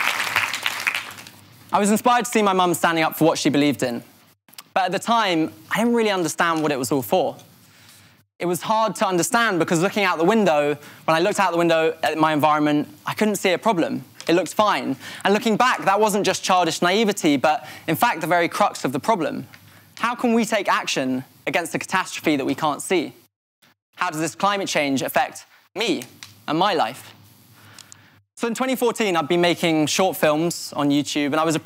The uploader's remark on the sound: This talk was recorded at Vevolution Festival 2018.